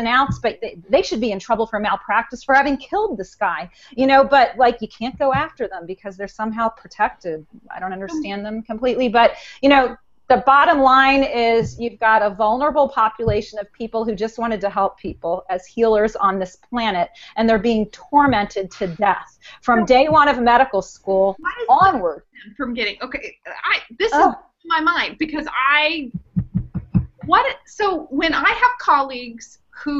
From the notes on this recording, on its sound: This is the audio portion of a Google Hangout from the Suicide Prevention Social Media community.